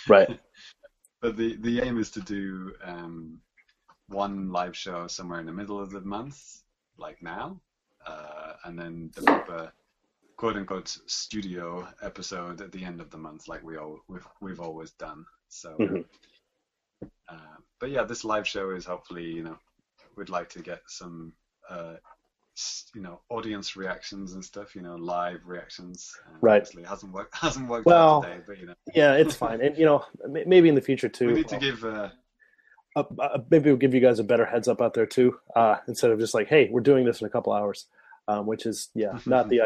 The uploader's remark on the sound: Recorded live via Google Hang Outs On Air. Direct interactions during the broadcast!